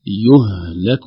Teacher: ونحذر من قلقلة الهاء، لا نقول يهلك يه، لا يهلك هكذا.